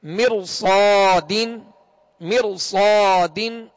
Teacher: اسی طرح ایک ہی کلمے میں را ساکن سے پہلے زیر اصلی ہو اور اس کے بعد حروف مستعلیہ ہو تو را کو، را ساکن کو پر یعنی موٹا پڑھیں گے. جیسے مرصادین، مرصادین.